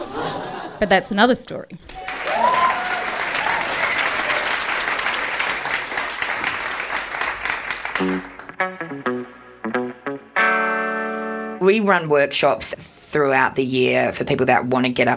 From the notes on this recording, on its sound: told live on stage at a tiny pub in the huge state of Western Australia